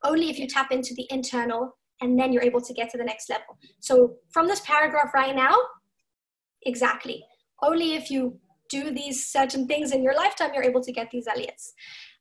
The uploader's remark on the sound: Zoom Class